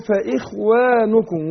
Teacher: لكن خد بالك في الألف، الألف مرقق هنا، أقول فإخوانكم وما أقولش وا، فإخوانكم.